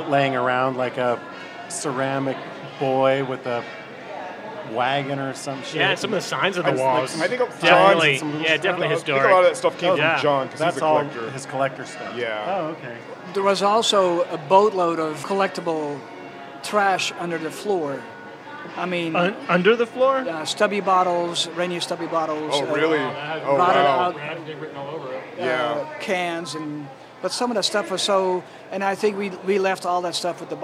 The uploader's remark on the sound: A special guest from Seattle's bar scene. Recorded live at Zoo Tavern on 7/7/2022.